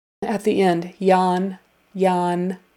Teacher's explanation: Just straight up and down, yawn. And your tongue comes forward for the N.